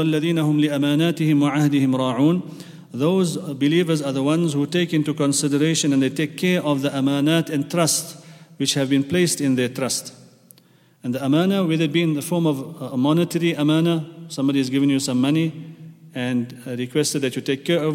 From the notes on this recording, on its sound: at the Houghton Masjid (West Street)